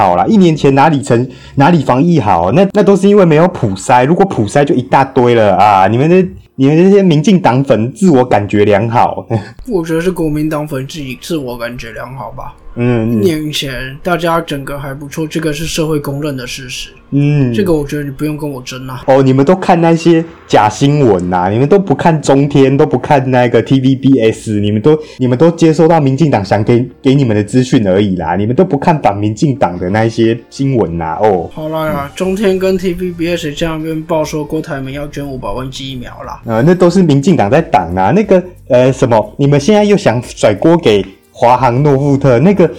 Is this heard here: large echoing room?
no